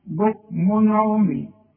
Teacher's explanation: فاكر لما قلت لك تنوين وبعده همزه، الهمزه من حروف الاظهار، هما ست حروف حروف الاظهار، العين برضه من حروف الاظهار. اذا اذا جه تنوين زي ده بكمن وبعده عين يبقى ما غنش